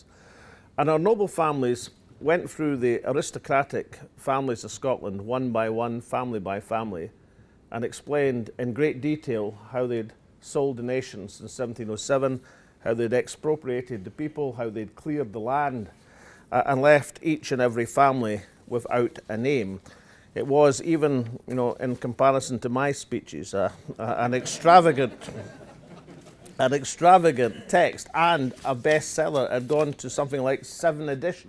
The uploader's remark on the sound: The First Minister delivered the inaugural Tom Johnston Lecture in Perth. He told the audience of industry executives attending the Scottish Renewables Hydropower Anniversary Dinner.